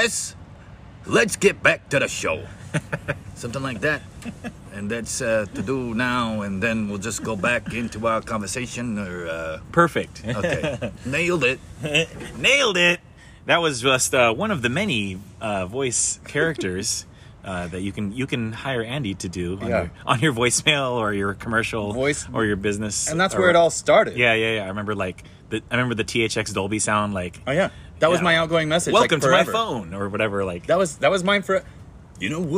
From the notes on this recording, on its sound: We sat down outside of Harvest Kitchen. Had to catch some of that vibe right into the microphone.